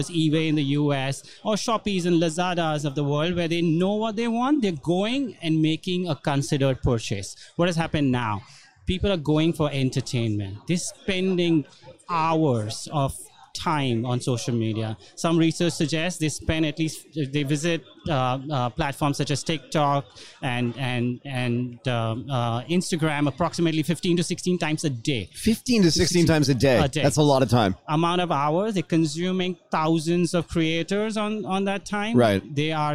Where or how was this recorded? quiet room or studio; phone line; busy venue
busy venue